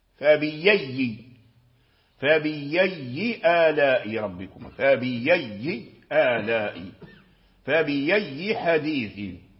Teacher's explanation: لأن قبلها كسرة، فبأي، فبأي، لاحظت أن الهمزة في كأن مسهلة وهذه مبدلة، والسبب فيها أن هذه وقعت قبلها كسرة فتبدل ياء، فبيي، فبيي آلاء ربكم، فبيي آلاء، فبيي حديث، تبدل ياء من جنس حركة ما قبلها · فالإصبهان هذا أبدل ماشي سهل، ولهذا قال وعنه فيه فبأي أبدل، أي أبدل الإصبهان أبدل، فأبدل الهمزة ياء، أبدل الهمزة ياء، لماذا؟ لأن قبلها كسرة